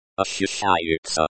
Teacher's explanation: Oshchashchayutsya means are felt, stress on the second syllable.